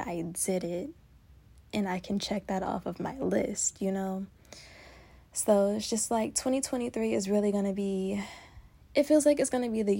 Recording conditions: phone or laptop microphone